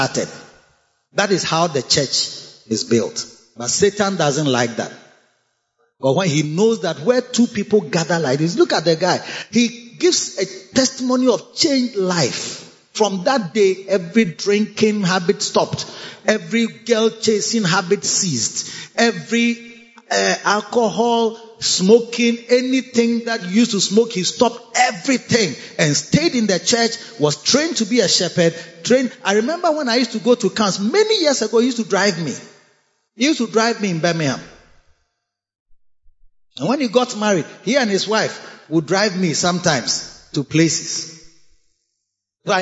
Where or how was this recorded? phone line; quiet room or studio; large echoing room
large echoing room